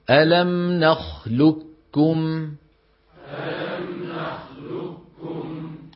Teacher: أغلب العرب تدغم القاف في الكاف في مثل هذه الكلمة إدغام إيه؟ إدغام كامل، فيقولون بكاف مشددة.